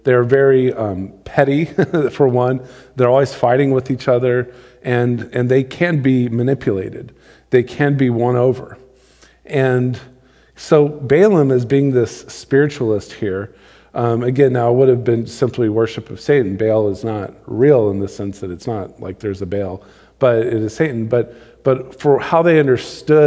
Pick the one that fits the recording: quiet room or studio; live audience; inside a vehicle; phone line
live audience